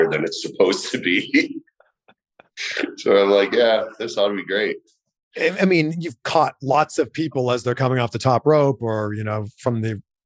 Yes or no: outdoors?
no